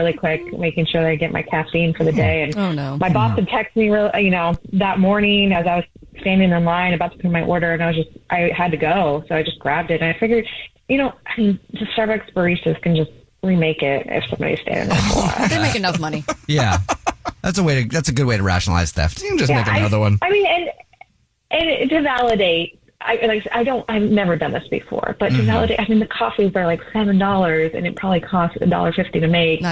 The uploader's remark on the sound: There is a listener on the phone who wants to tell us a Dirty Little Secret of a crime they JUST committed!